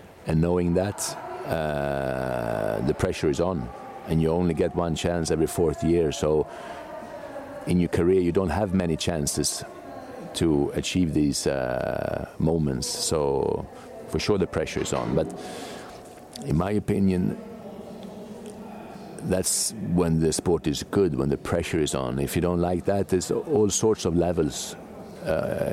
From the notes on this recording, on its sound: Today’s amazing episode was recorded at Geneva World Cup